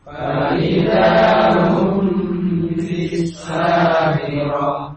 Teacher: mim sukun bertemu dengan ba ikhfa safawi ditahan juga